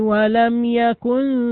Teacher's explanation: سكنت الميم ووقع بعدها حرف الياء، والياء من حروف الإظهار، فحكم الميم الإظهار الشفوي